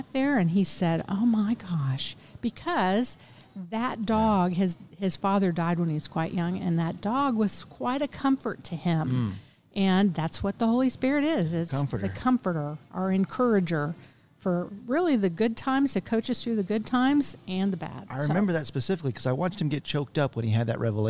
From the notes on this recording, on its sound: Recorded at Tusculum Brewing Company